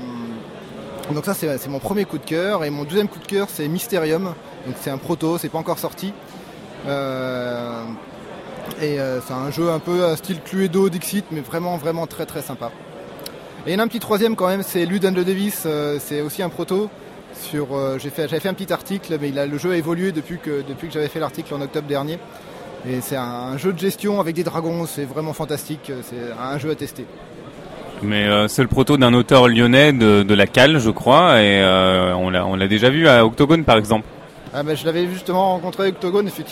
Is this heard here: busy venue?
yes